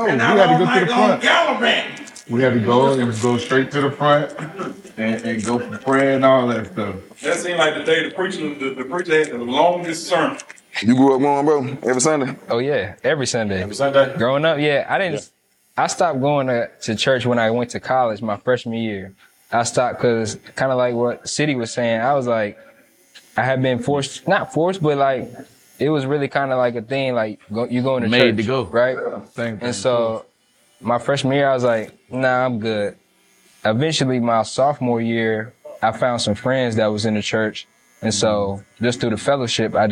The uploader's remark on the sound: Discussing Faith in the Barbershop. We have these conversations at the shop all the time, but this time we were able to record it! I apologize for the sound quality!